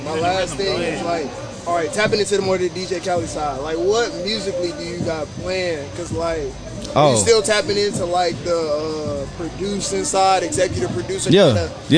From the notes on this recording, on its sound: This episode concludes our interviews at the Valley Festival.